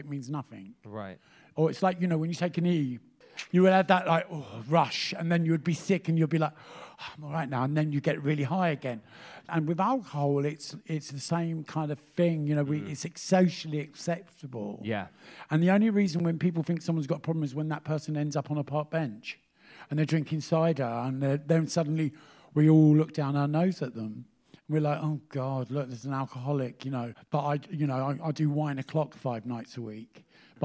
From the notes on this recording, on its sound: Live at Cheerful Earful Festival Part 2.